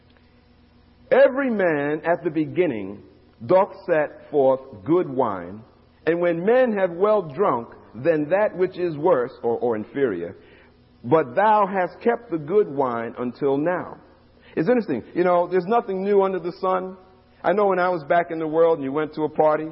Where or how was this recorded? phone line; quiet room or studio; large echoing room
large echoing room